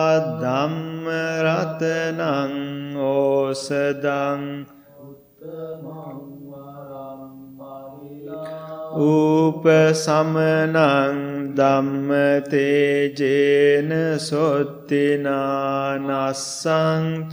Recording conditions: large echoing room